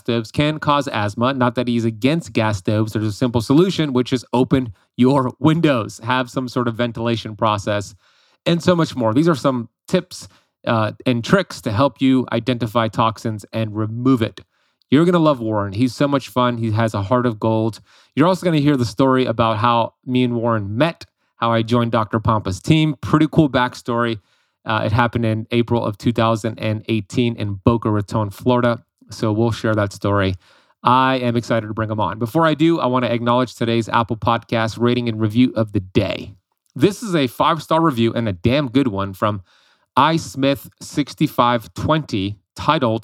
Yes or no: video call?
no